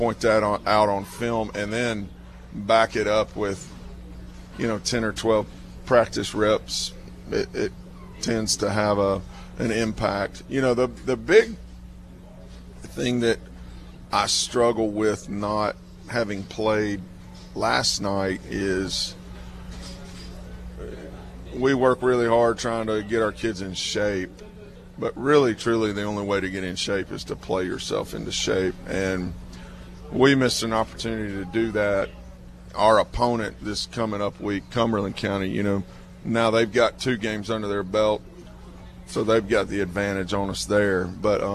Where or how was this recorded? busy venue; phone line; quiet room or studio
busy venue